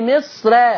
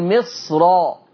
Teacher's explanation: الصاد من المستثنيات اللي هتخليك ما ترققش الراء، تفخم الراء · Shown in: second take